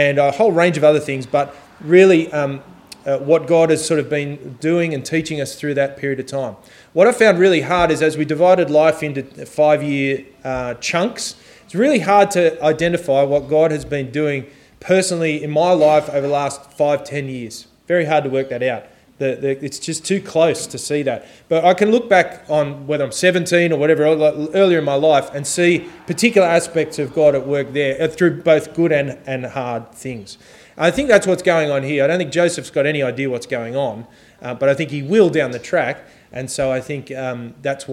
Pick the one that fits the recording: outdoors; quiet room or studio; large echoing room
large echoing room